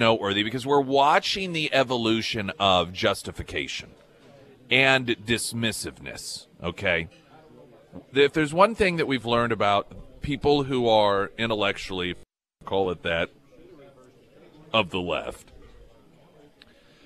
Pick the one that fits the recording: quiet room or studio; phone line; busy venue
busy venue